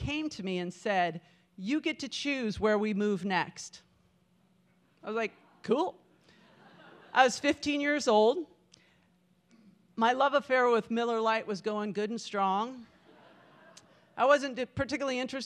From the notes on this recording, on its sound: Pivot Spokane is a live storytelling event hosted quarterly. This event was recorded live on February 6, 2020.